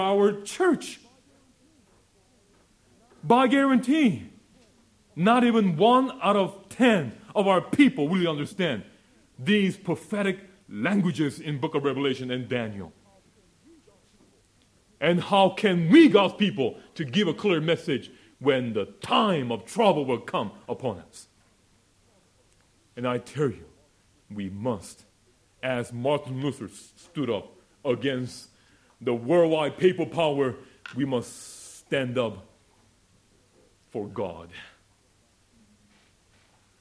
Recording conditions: live audience